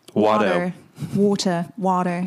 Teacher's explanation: in American English, water has like a soft D. That like is another trick for doing an American accent is swap your T's for D's.